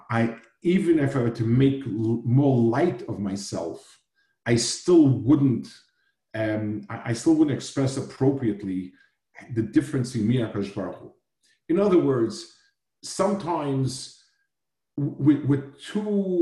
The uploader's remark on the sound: Delivered over Zoom to Asicha.